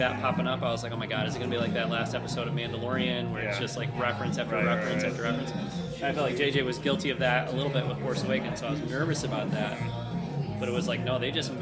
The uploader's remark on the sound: terrible audio quality and terrible blues music pumped your way from a recording done at a local bar